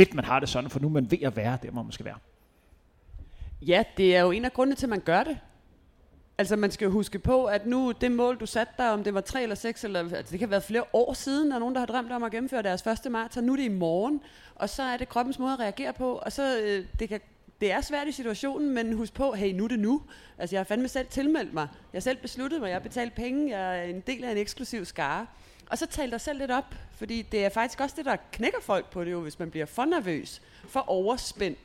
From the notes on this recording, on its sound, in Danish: Live podcast i forbindelse med HCA Marathon. I denne live podcastudsendelse i forbindelse med årets HCA Marathon.